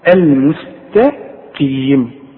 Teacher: والقاف مكسورة القاف في اخر درجات التفخيم